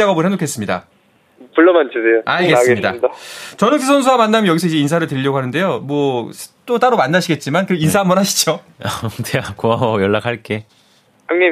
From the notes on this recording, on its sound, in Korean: 깜짝 전화연결!